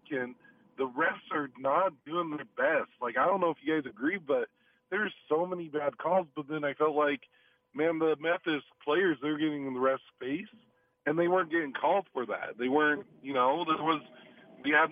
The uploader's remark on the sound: Field your calls and tweet following each and every Jazz playoff game.